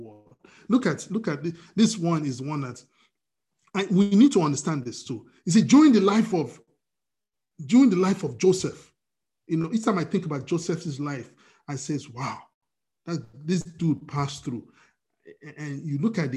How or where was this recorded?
video call